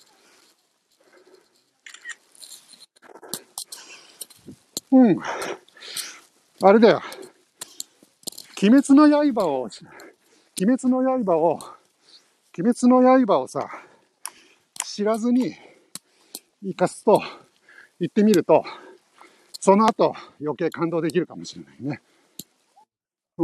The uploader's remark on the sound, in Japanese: Tokyo walk&eat radio LIVE。東京飛び出して鬼滅の里を散歩します。